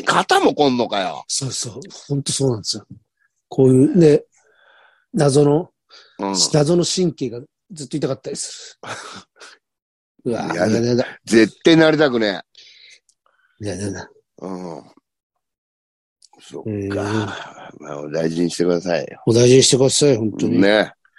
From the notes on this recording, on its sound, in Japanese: ZOOMで収録